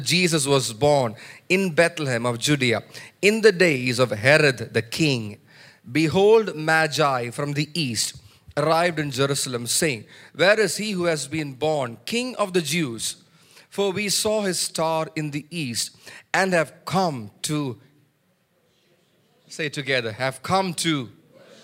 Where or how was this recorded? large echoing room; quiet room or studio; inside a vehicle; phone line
large echoing room